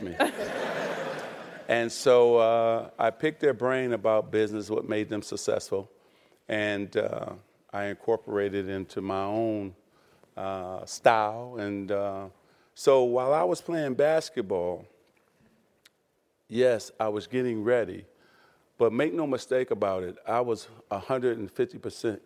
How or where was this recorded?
live audience